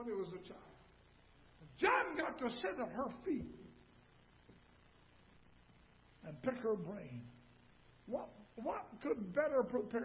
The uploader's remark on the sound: Ketha Heights Baptist Church ~ Live Broadcast